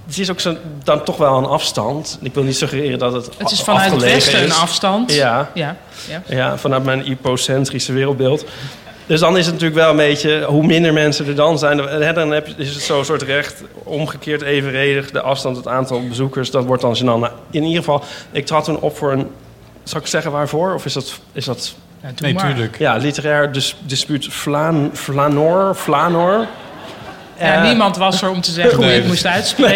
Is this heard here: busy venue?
yes